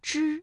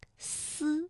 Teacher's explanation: 发之的时候，舌尖是上翘的，是抵住了硬腭前部，之；而读发思的时候呢，舌尖是接近上齿背，这个气流是从窄缝当中挤出的 · Term: 卷舌音和平舌音